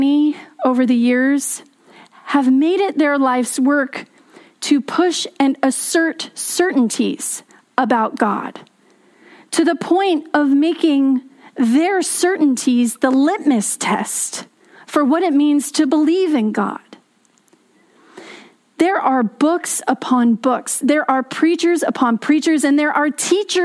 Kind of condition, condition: setting, large echoing room